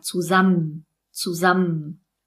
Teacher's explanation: Hier lassen wir das EN komplett weg und wir betonen das M ein bisschen stärker.